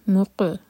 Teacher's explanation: میم کو ہول کریں گے اور قاف پر قلقلہ, مق، یہ قاف ہے، کیا کی آواز نہیں آنی چاہیے